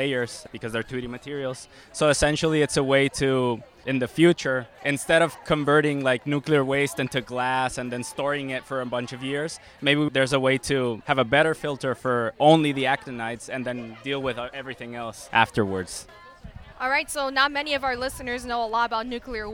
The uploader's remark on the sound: This episode took place live at the COGS Fall Welcome Back event.